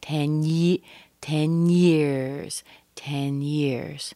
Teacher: that N and the Y are connected a little bit.